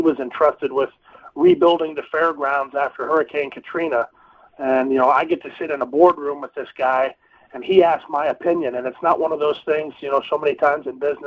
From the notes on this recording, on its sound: will also call